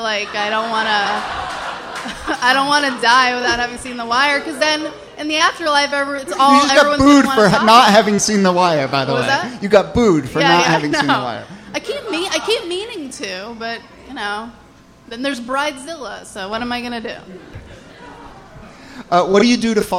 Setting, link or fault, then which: setting, live audience